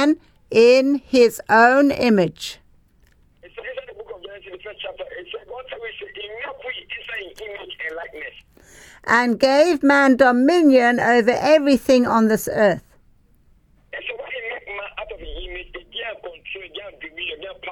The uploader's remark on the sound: Speaking via phone to group in Sierra Leone.